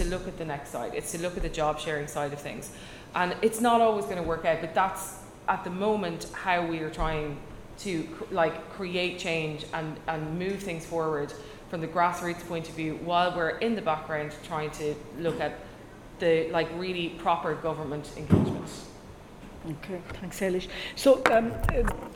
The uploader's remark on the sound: WFT Ireland and the Writers Guild of Ireland (WGI) returned to the Galway Film Fleadh last July for this in-person panel discussion.